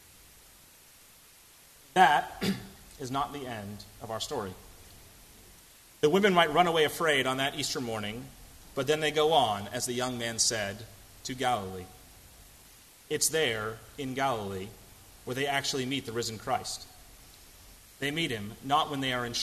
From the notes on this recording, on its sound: at First Congregational Church of Houston